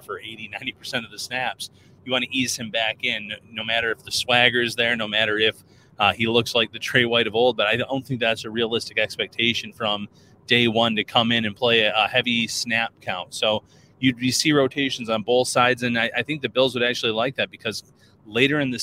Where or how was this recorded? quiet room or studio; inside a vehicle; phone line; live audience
inside a vehicle